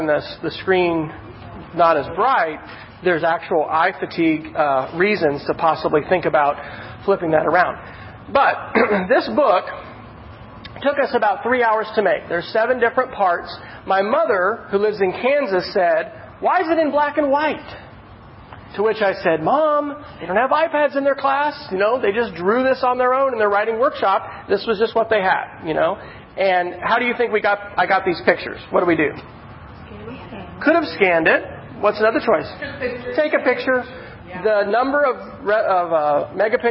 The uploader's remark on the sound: This is a recording (part 1 of 2) of a meetup in Oklahoma City